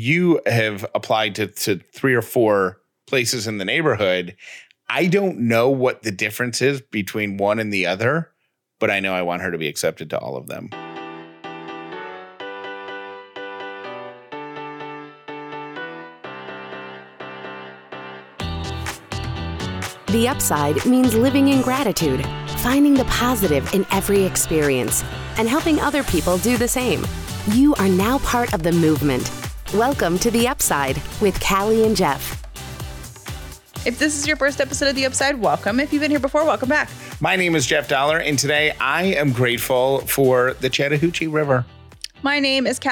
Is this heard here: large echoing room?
no